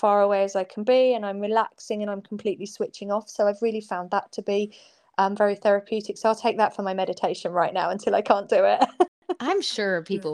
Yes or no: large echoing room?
no